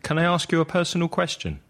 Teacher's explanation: And my voice is dropping at the end.